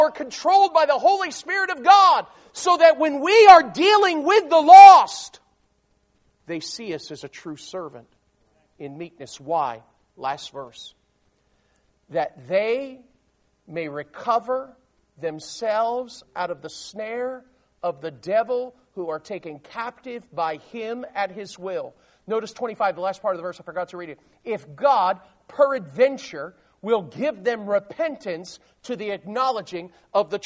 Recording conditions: large echoing room